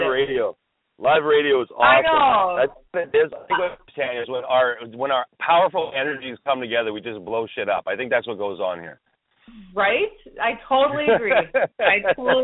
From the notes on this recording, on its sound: we are opening up the phone lines